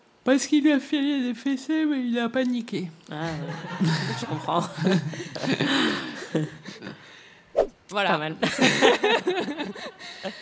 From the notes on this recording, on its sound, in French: En direct du Paris Podcast Festival. Enregistré en direct et en public au Paris Podcast Festival, sur la scène de la Gaité Lyrique.